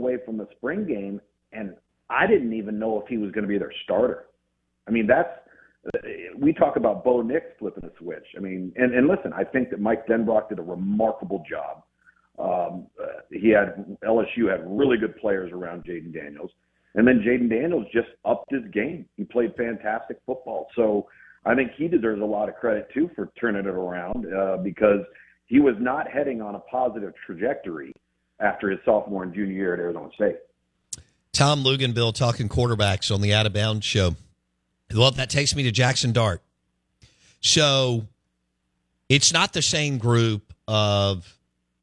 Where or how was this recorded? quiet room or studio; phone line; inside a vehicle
phone line